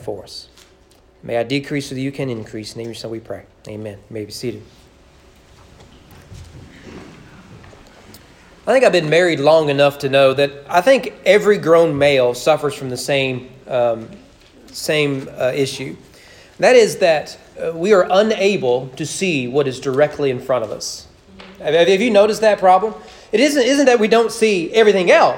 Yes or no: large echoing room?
yes